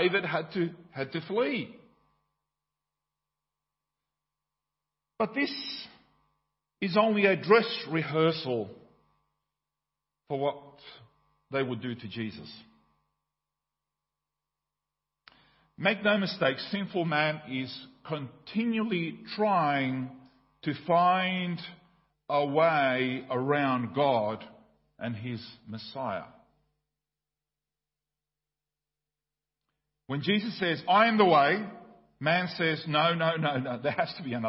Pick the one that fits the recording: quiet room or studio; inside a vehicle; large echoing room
large echoing room